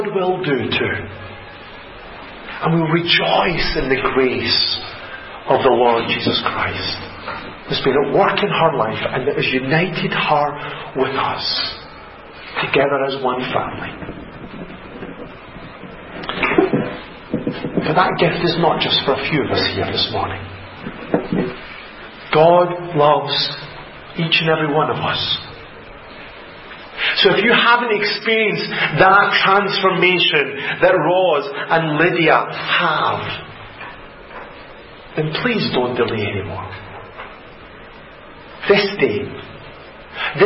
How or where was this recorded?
large echoing room